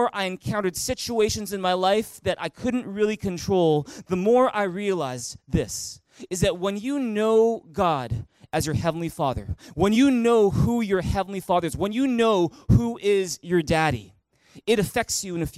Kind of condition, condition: setting, large echoing room